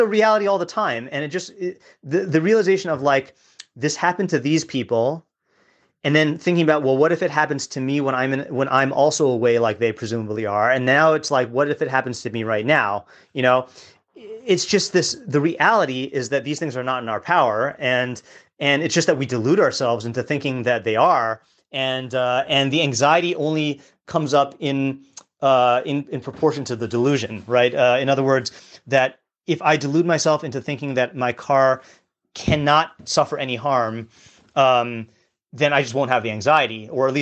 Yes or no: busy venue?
no